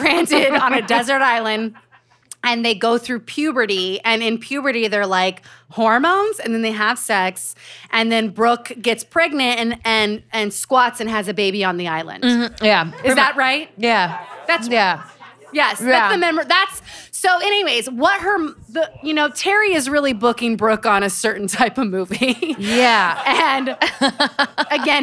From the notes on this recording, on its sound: Celebrity Book Club went LIVE! On stage at Caveat in New York City.